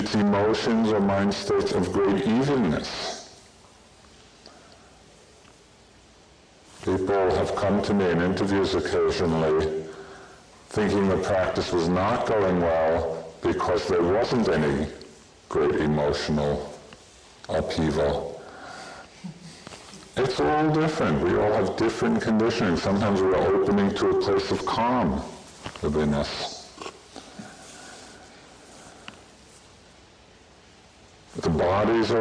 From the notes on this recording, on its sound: (Insight Meditation Society - Retreat Center) Bad original recording.